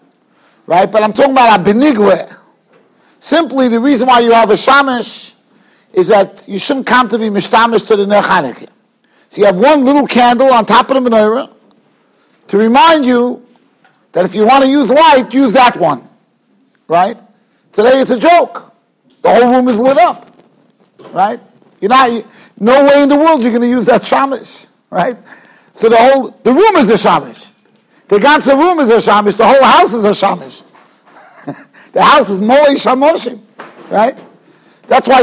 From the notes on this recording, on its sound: Shiur recorded in Yeshivas Ohr Reuven, Monsey, NY.